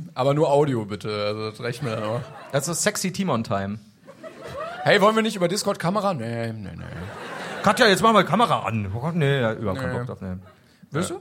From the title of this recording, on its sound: Live in Stuttgart